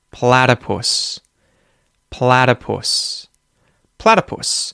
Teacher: T-flap. Two vowels either side of it. The T isn't on an emphasized syllable. It becomes a T-flap.